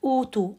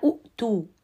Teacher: فأبدل واو مجانس للضمة · Shown in: first take · Term: مد البدل